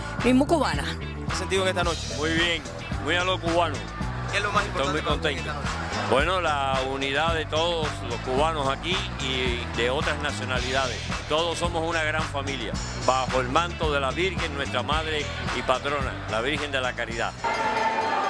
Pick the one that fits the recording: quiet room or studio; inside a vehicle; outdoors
outdoors